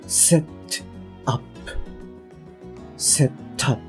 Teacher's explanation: 上の歯に舌が一回まあこうパッとくっついて、またそれがこうパッと弾くっていう舌の動きがかなり大きいんですよね · Term: T の音